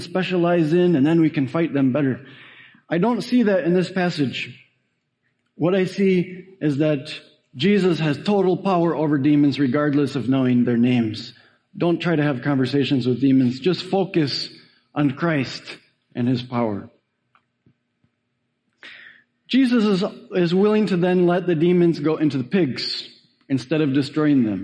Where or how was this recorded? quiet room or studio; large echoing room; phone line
large echoing room